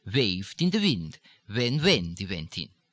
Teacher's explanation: Not a hard V, but a halfway between the V and the F.